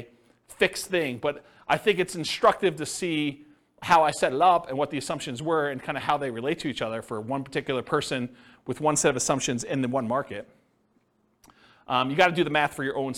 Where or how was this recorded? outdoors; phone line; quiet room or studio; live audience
live audience